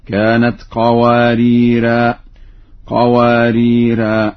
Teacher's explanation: وإذا ما وقف على اللفظين وقف عليهما بالألف